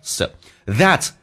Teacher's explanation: 咬舌音这两个组合在一起，基本都不用咬舌，变成 s 的，轻轻的点一下